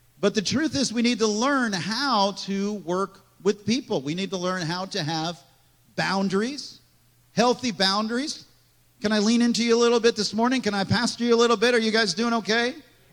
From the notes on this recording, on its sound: This message was recorded on April 9, 2023, at Gateway Church in Richmond, Indiana.